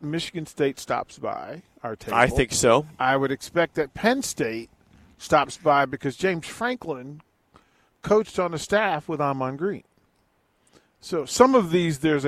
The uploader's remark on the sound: LIVE from BIG Media Days...